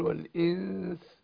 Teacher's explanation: النون عشان بعدها السين من حروف الاستفال المرققه برقق الغنة